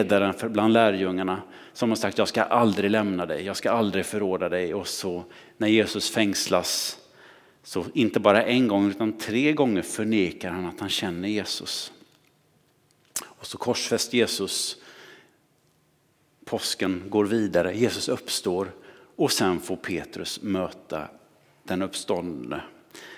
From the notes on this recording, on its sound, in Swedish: Inspelning från Möte:Mission i Immanuelskyrkan Skövde.